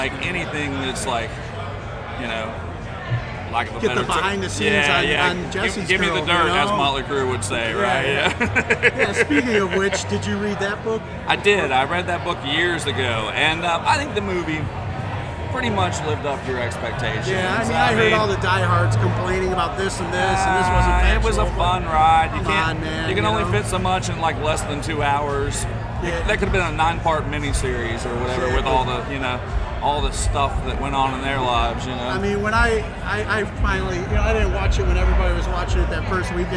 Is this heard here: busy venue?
yes